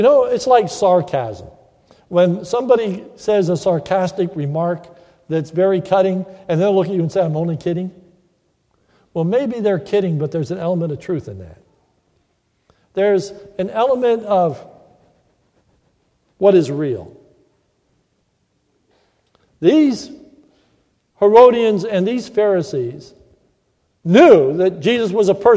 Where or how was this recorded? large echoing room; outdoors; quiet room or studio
large echoing room